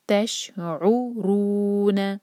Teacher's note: تہ کو شین سے جوڑیں گے، تش عو حلق سے عین. خیال رہے یہاں پر حمزہ کی آواز نہیں آنی چاہیے، اور یہ ایک حرکہ ہے.